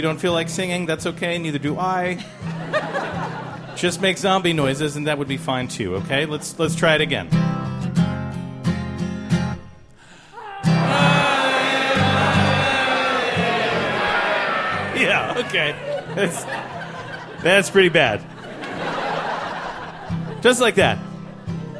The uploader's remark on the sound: live at The Bell House in Brooklyn, NY